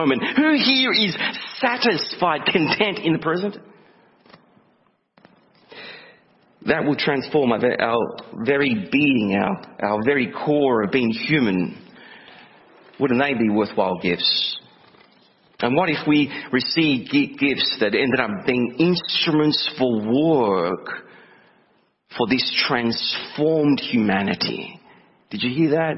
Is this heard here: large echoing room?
yes